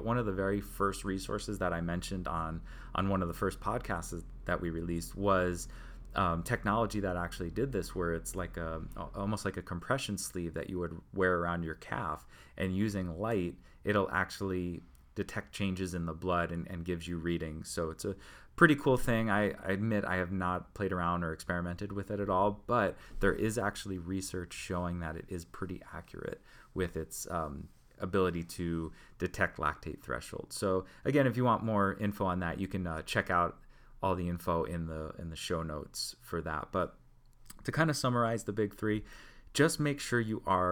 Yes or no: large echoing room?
no